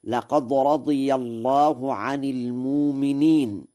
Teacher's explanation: قرأ ورش المؤمنين بإبدال الهمزة هكذا: لقد رضي الله عن المؤمنين، والإبدال لقصد التخفيف، وأيضا فإن